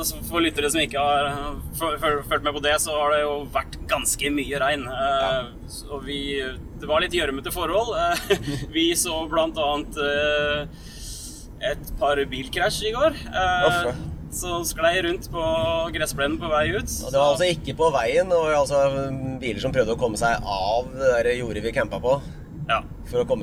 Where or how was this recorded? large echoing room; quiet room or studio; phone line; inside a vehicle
inside a vehicle